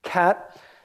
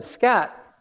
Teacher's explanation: if you put an S in front of the K, as in scat, the puff of air disappears · Shown in: second take